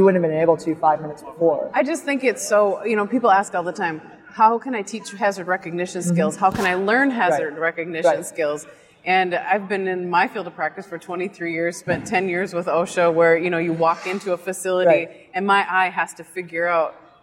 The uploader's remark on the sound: live on the Expo floor of the NSC Congress